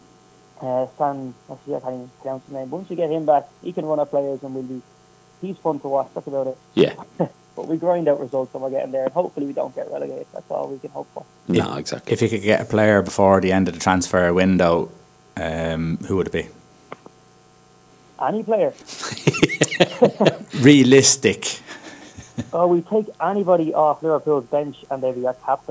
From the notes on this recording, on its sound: It was one of those weeks with the phone line! Although the line wasn't great.